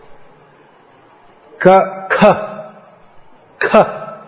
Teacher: The K with a almost like an H after it. And actually, in pronouncing Sanskrit properly, it should be pronounced quite strongly.